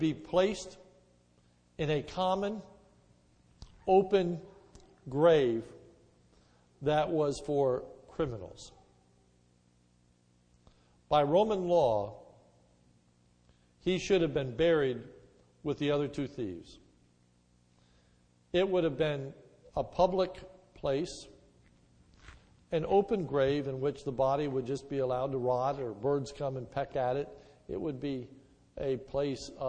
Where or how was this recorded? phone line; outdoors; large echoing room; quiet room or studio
large echoing room